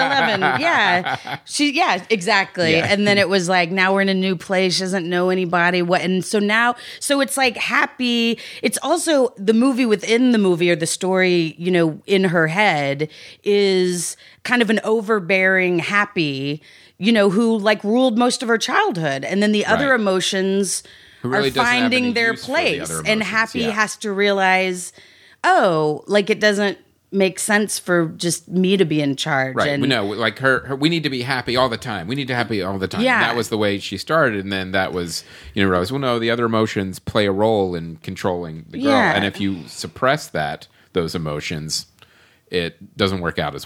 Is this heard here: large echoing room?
no